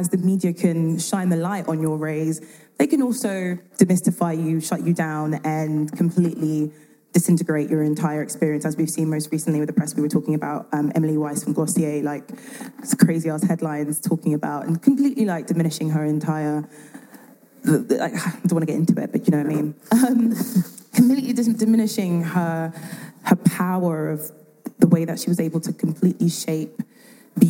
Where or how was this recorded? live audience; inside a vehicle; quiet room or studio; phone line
live audience